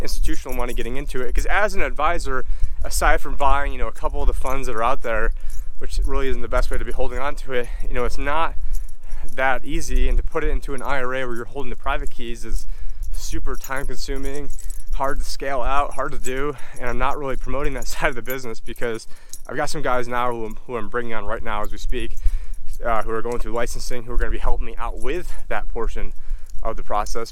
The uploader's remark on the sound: In this walk and Talk